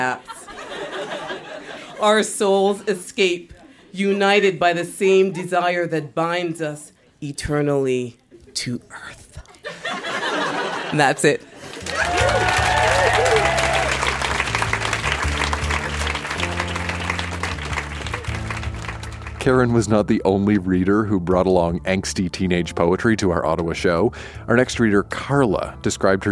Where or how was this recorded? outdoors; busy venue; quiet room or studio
busy venue